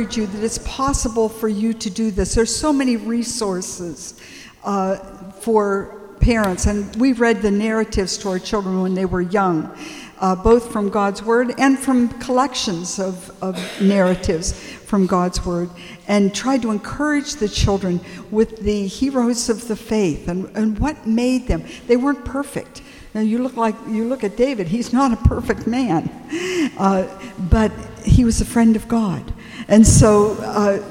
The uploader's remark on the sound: At our recent Definitions conference we had a great Q&A session